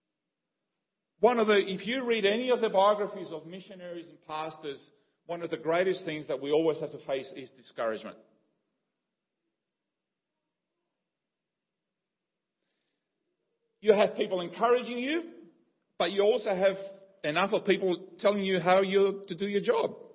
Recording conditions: large echoing room